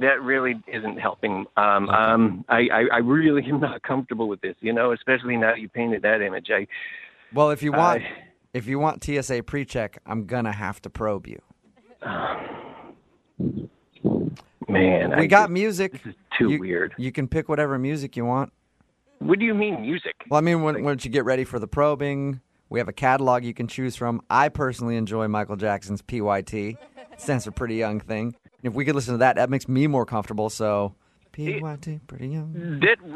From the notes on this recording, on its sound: Phone Tap.